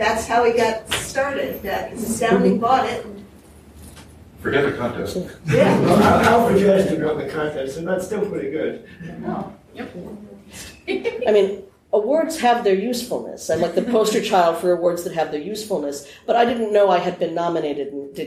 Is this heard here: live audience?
yes